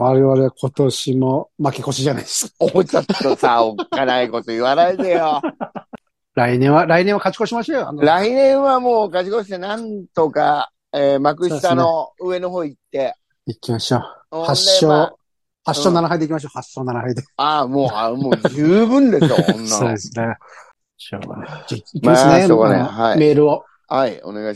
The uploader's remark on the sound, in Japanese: ZOOMで収録